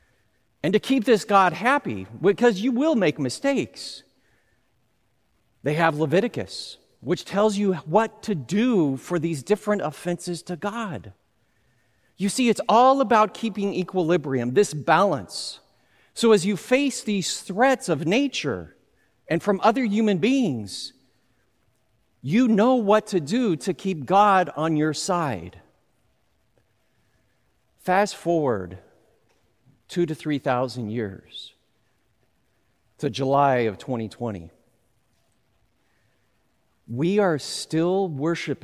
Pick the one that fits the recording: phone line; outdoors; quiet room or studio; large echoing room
large echoing room